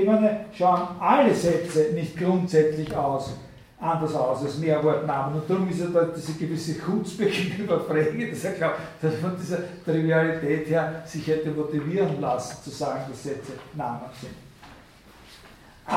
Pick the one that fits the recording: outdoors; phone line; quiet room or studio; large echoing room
large echoing room